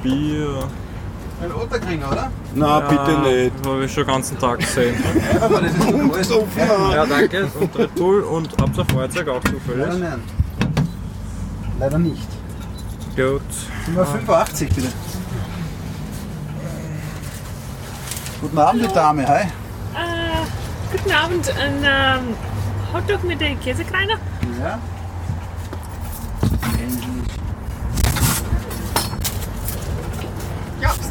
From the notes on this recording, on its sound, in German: live vom Würstelstand „Zum scharfen René“ am Schwarzenbergplatz im ersten Bezirk in Wien